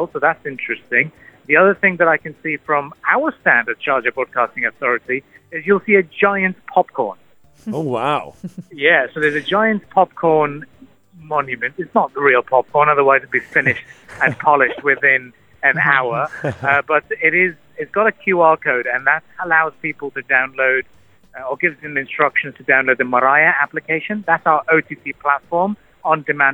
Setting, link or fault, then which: link, phone line